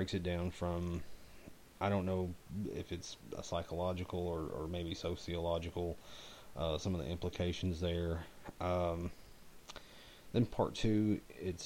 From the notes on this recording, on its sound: I was actually feeling pretty bad when I recorded the show, so my voice may not be as loud as usual.